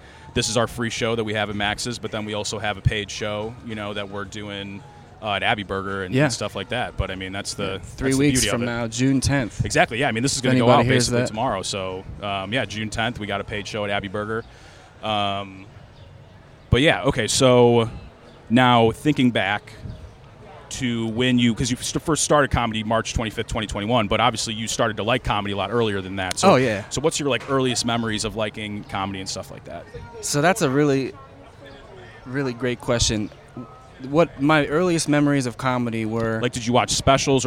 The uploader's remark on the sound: Recorded outside the comedy open mic at Max's Taphouse. On Saturdays in Baltimore.